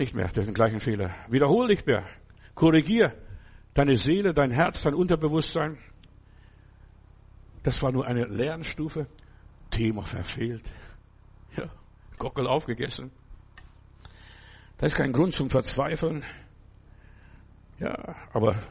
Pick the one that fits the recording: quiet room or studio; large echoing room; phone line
large echoing room